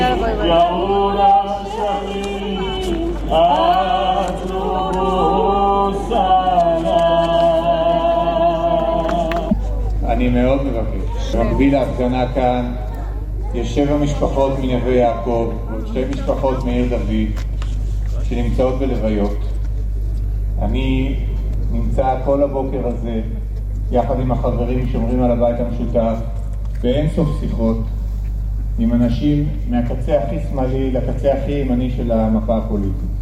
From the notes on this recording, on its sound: Recordings from the Israeli protests. Judicial reform protests open with minute of silence for terror victims, recordings from the protests.